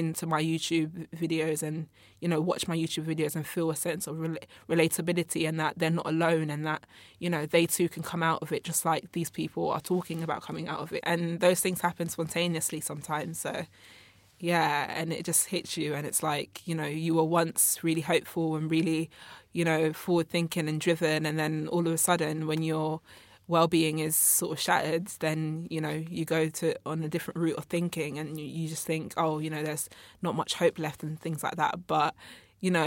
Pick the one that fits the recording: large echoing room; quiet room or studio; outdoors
quiet room or studio